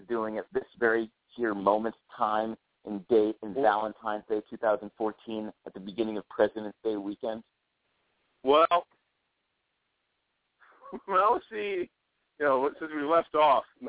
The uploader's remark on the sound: It's a Friday night call-in show on Valentine's Day!